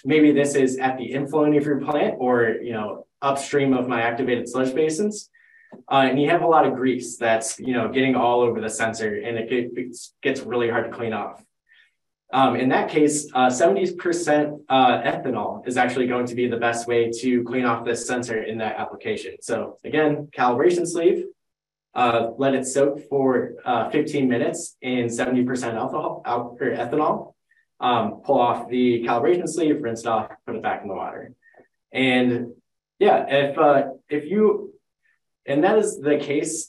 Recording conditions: video call